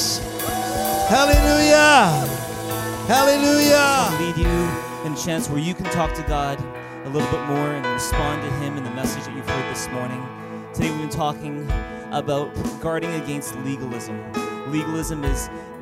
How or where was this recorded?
large echoing room